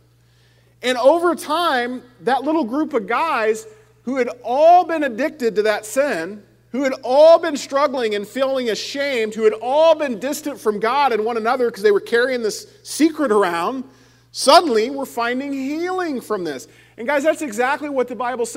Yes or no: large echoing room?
yes